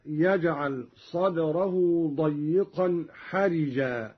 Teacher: قرأ قالون بكسر الراء هكذا